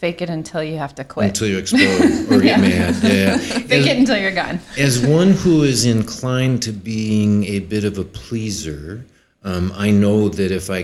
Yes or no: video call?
no